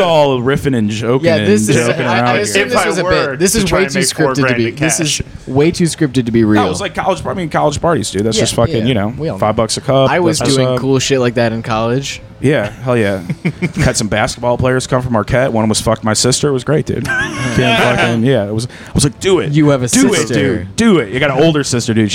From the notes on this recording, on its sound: This episode was recorded February 8th, 2023 in the green room of The Port Comedy Club.